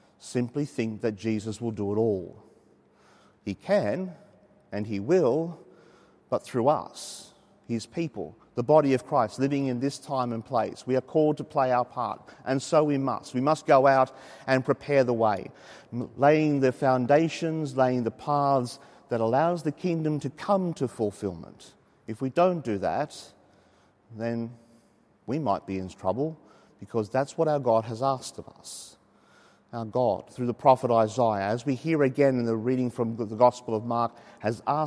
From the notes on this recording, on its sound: As preached during the 5.30 pm Saturday Evening Mass from Sacred Heart Cathedral, Hamilton.